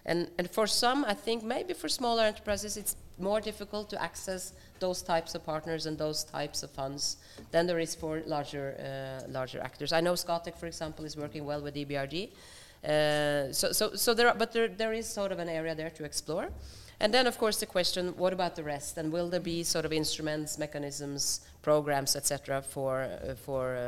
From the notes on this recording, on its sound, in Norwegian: live fra Stortinget